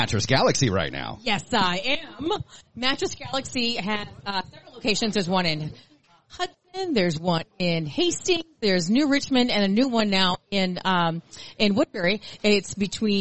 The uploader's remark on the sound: Live from the Fair. LIVE from the Minnesota State Fair!